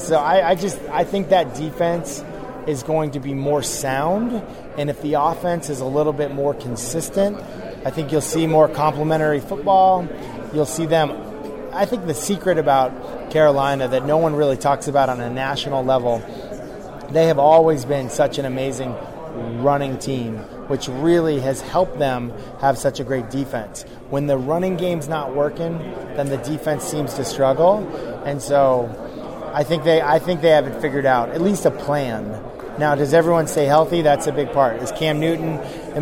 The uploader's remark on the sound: Day 2 of ACC Kickoff live from Charlotte.